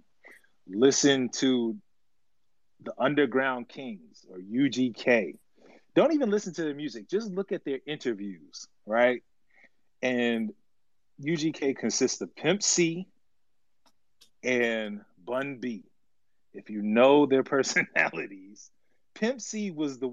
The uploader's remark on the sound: LIVE FROM TWITTER SPACES!